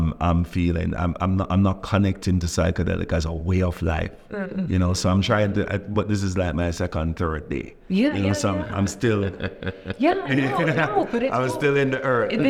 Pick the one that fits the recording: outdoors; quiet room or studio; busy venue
busy venue